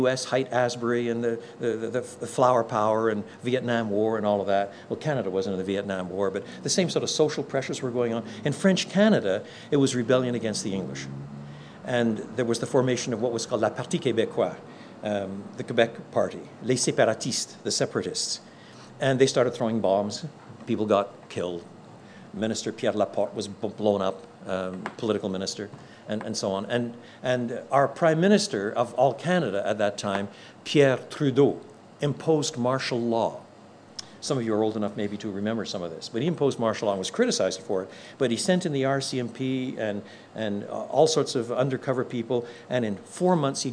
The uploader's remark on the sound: Contains the full-length address he gave to church planters at the National In The Chute conference.